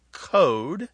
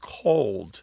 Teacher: But there's another thing that happens, again, in the southern United States, where speakers of certain dialects, and these are regional, just like you guessed, so you got that right, they drop L sounds before what are known by linguists as back vowels, such as O. · Shown in: first take · These are vowels literally pronounced in the back of the mouth, especially when those vowels happen before certain consonants.